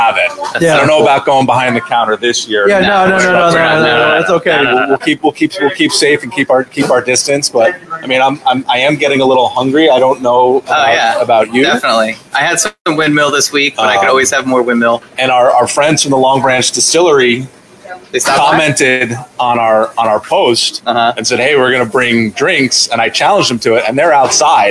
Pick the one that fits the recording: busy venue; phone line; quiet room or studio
busy venue